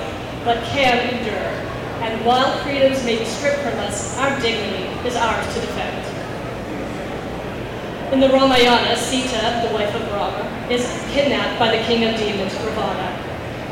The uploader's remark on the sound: In this panel we got at Harrisburg Comic And Pop Con